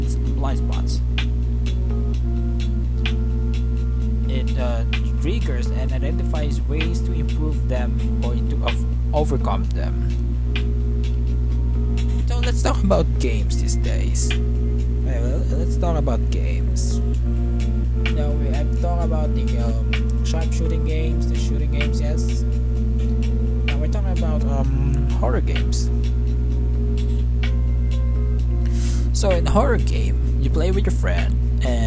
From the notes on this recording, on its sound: I’m very sorry for the background I don’t know how to fix it yet.